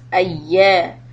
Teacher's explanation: So here you have ya with the shadda. Make sure the ya is pronounced twice.